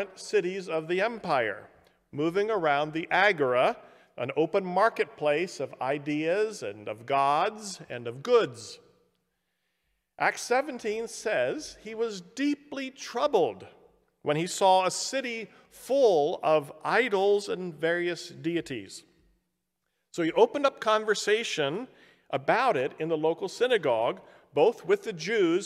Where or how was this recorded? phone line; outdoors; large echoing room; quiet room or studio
large echoing room